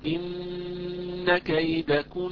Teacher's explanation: هذه النون المشددة فيها غنة مستطالة